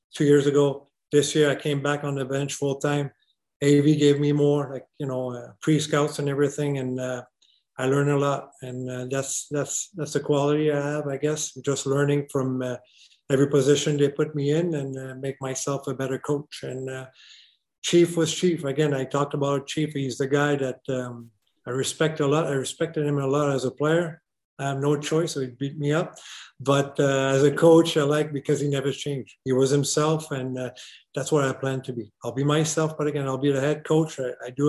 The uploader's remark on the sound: ALLENTOWN, PA. The AHL Report team joined the Flyers’ virtual media call.